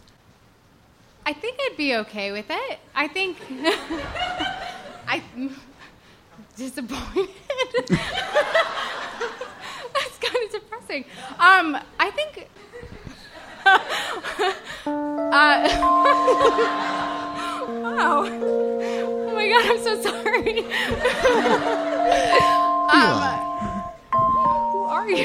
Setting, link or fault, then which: setting, live audience